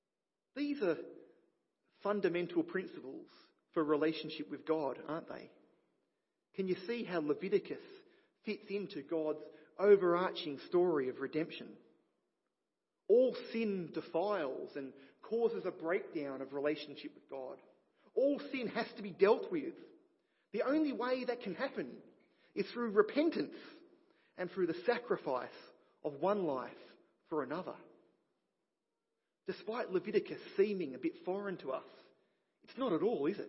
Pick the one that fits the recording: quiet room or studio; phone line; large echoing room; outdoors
large echoing room